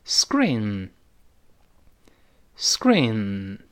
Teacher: 这个轻辅音要浊化，k 变成 g，特别轻的一个 g